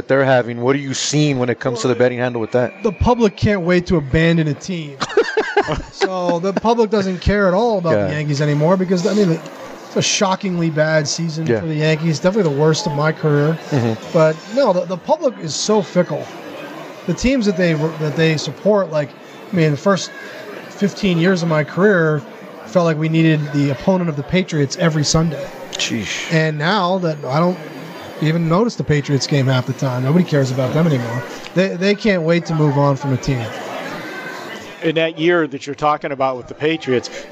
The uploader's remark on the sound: Live from the Super Book at the Westgate Las Vegas